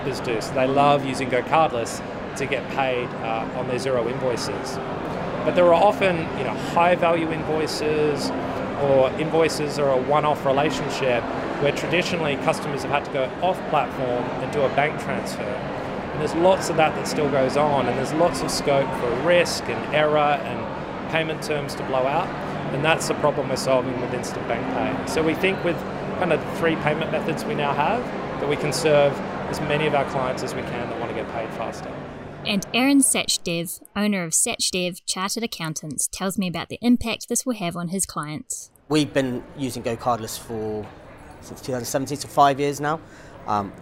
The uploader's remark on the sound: This special bonus episode of Beyond Numbers is recorded live from Xerocon London 2022.